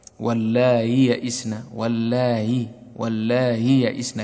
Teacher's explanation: تسهيل هذه الهمزة كالياء، وفي هذه الحالة لا إضغام قولا واحدا